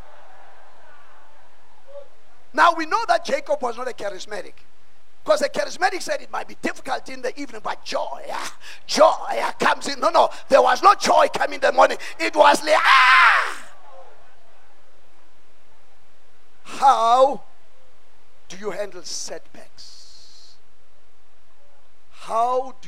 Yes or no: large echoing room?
yes